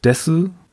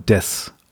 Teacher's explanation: Das liegt daran, weil das U im Japanischen oft so ein sogenannter Schwundvokal ist · Shown in: second take · Das heißt, wenn du vorher einen harten Konsonantenton hattest, dann wird das oft verschluckt.